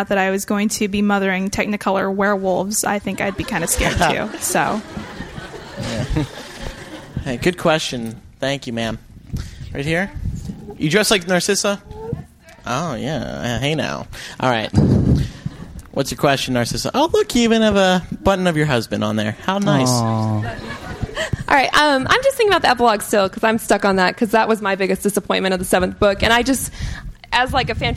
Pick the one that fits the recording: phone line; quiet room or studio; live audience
live audience